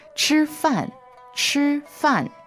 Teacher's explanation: Okay, first tone, fourth tone.